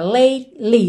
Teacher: quando chega com a língua no T, a língua lá no céu da boca, lately, você já desce no L